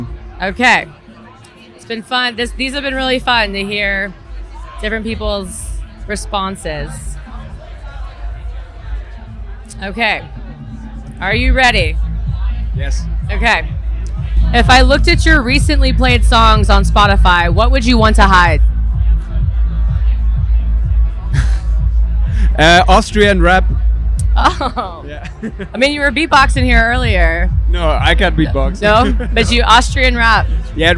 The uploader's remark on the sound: Seismic Dance Event 5.0. At Seismic Dance Event.